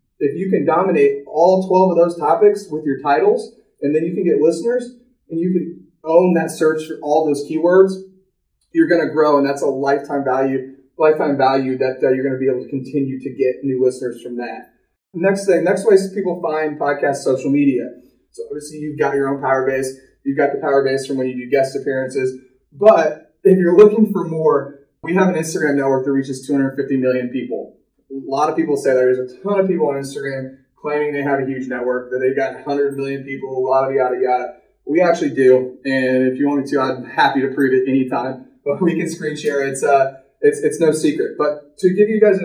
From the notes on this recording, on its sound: Please forgive the hollow sound! This was a You Tube video... New microphone on the way!